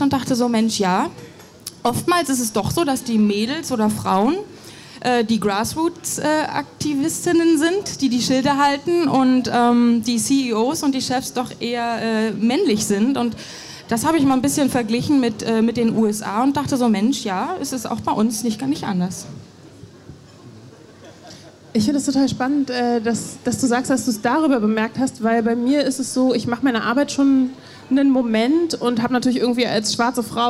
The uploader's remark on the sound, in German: In einer Podiumsdiskussion auf dem veganen Sommerfest Berlin